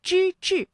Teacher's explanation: 之志，这两个字啊都是翘舌音，它们的声母都是之